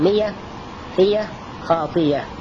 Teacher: يذكر الناظم هنا حكم الهمز المتحرك الواقع بعد حرف المتحرك وأنواعه تسعة، هي الأول المفتوح بعد كسر نحو مئة فئة خاطئة، فهنا يقف عليها حمزة بإبدال الهمزة ياء لأنها مفتوحة بعد كسر